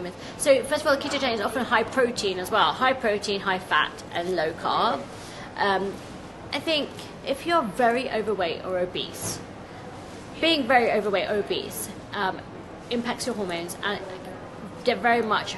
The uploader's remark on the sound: This episode was filmed live at Be:Fit London.